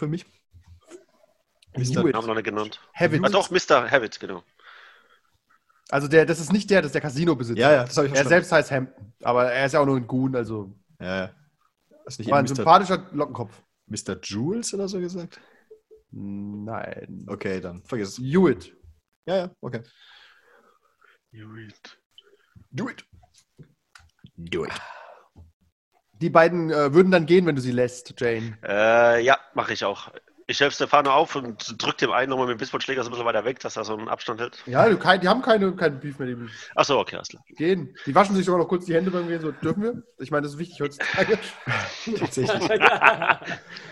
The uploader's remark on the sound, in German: Leider noch immer in der Corona und Zoom Zeit. Unsere audiotechnisch eingeschränkten Vampire.